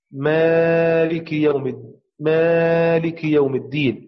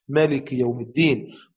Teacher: قرأ الكسائي وعاصم وأبو جعفر ويعقوب بالمد